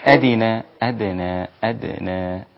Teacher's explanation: قلقل الدال مع المحافظة على ترقيقها